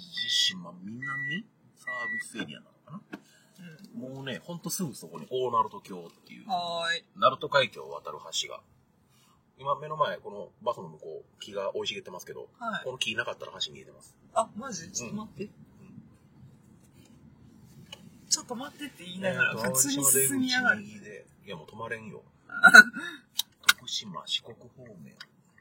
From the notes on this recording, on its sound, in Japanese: 車の中第2弾。ドライブな2人をお届けします。